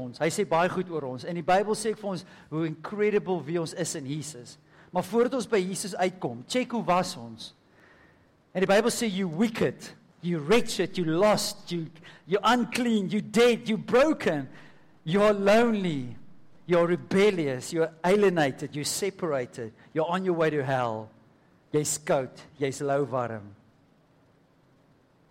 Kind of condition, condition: setting, large echoing room